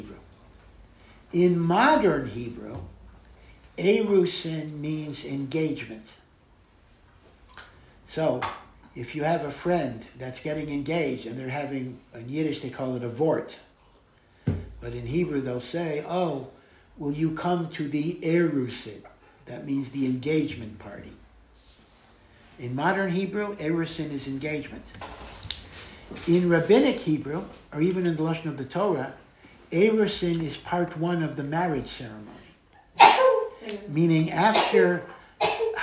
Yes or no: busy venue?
no